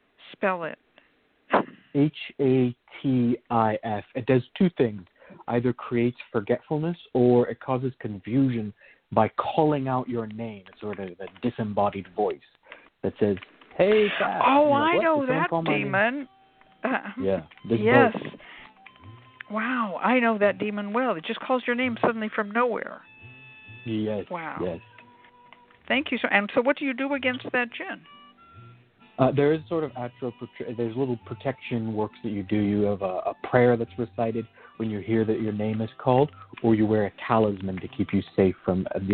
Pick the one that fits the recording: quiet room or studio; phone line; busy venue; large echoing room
phone line